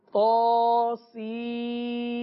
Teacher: یہ نون جو ہے اس میم کے اندر مدغم ہو جائے گا، اب ہم سین نہیں پڑھیں گے بلکہ سیم پڑھیں گے، یعنی یہ نون اس میم کے اندر مل جائے گا، جس کے بعد اب اس کو پڑھا جائے گا سیم، صحیح ہے، غنہ بھی ہوگا، سیم پڑھیں گے، سین میم نہیں پڑھیں گے.